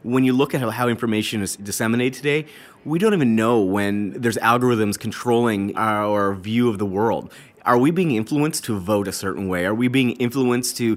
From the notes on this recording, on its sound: joins us live from Intel AI Day in San Francisco